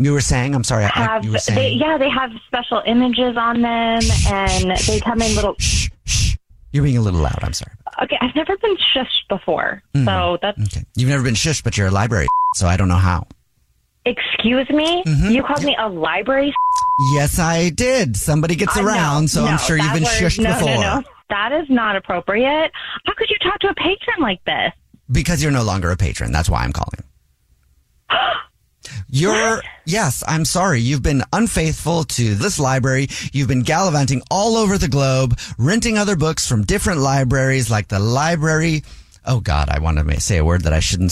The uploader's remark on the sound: phone prank style